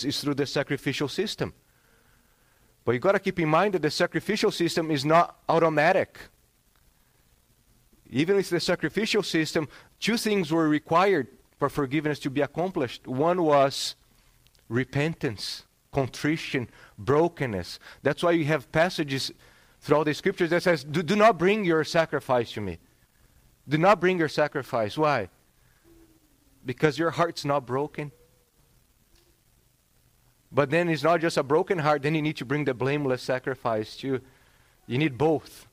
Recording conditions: large echoing room